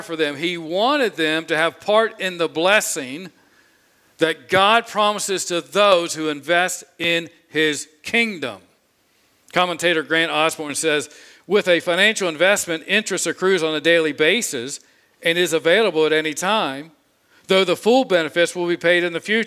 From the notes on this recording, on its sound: This sermon was preached on Sunday, July 18, 2021 from the pulpit of Grace Community Church in Berea, KY.